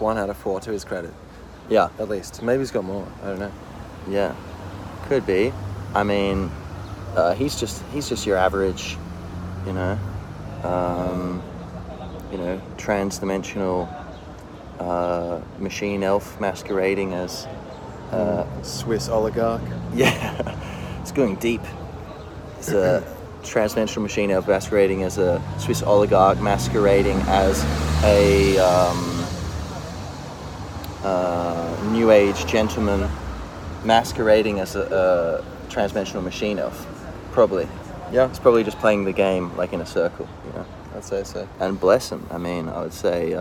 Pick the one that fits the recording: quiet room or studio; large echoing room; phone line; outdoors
outdoors